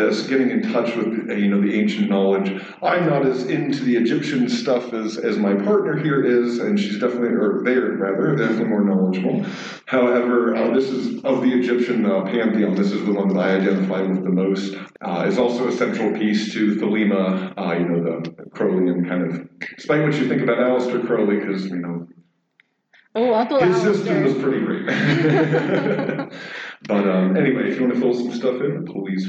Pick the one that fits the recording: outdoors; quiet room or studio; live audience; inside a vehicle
live audience